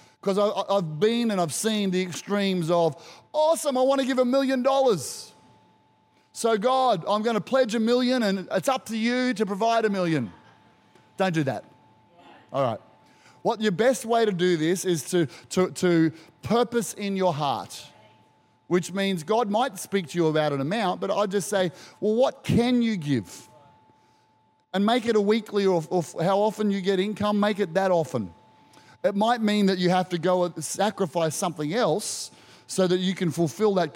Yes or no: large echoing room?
yes